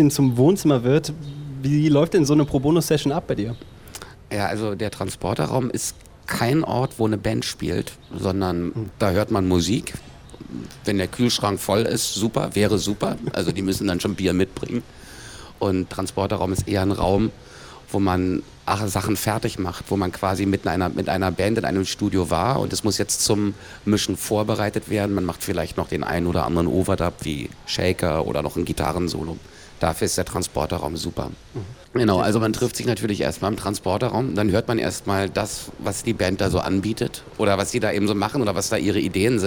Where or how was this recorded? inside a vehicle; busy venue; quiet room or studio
busy venue